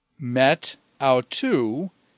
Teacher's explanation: And you'll notice the alpha drops out because of the alpha initial on the following word, but because there's a smooth breathing, there's no compensation of the tau.